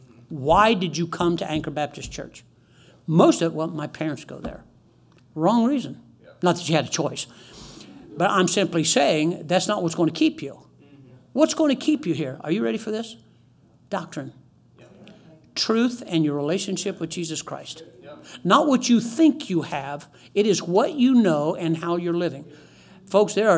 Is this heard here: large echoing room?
yes